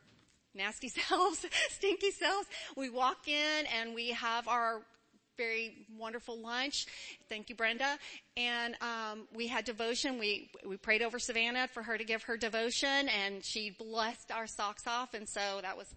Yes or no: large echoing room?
yes